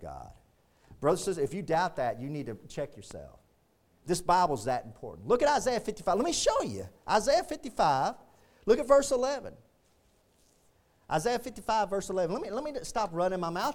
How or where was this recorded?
large echoing room